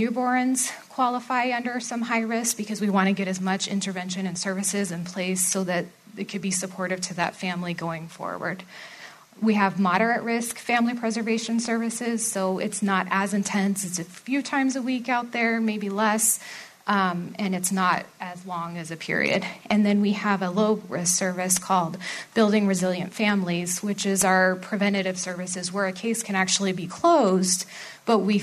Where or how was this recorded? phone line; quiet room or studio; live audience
live audience